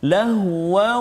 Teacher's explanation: Jadi bunyi tanwin tu masuk dalam waw. Lah berserta dengan dengung dua harakat